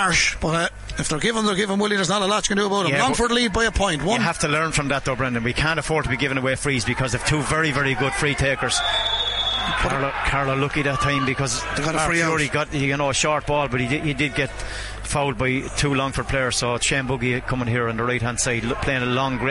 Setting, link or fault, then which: setting, busy venue